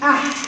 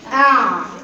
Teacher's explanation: تضييق الوترين الصوتيين في الحاق اكتر من العين